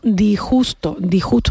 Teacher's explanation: hay gente que esa S de disgusto la quita